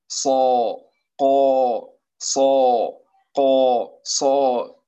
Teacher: الصاد تكون أقوى من القاف وتكون أقوى من الغين في درجة التفخيم نقول، وتكون أقوى من الخاء.